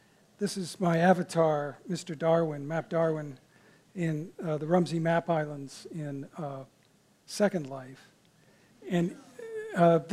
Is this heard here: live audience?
yes